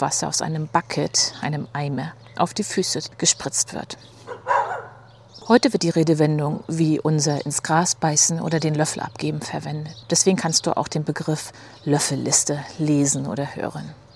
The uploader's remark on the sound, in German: Die ich barfuß durch den Garten GEHEND aufgenommen habe. Bitte entschuldige die Nebengeräusche; ich hatte nicht mit Straßenarbeiten, Radladern und Rasenmähern am Montagvormittag gerechnet. Ich denke, das Vogelgezwitscher lenkt ein bisschen von ab.